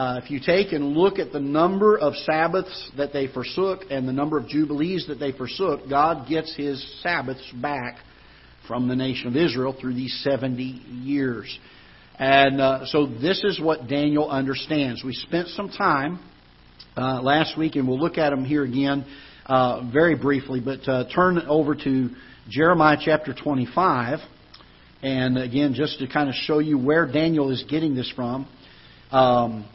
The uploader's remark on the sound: Ketha Heights Baptist Church ~ Live Broadcast